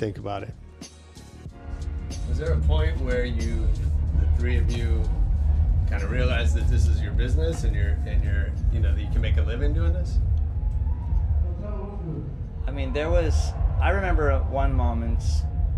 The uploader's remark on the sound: This week we bring you the first of three episodes recorded live on the field at Coachella. We talked the Coachella people into giving us press passes so we could sit down with a few creative folks in the midst of one of the world’s largest cultural phenomena.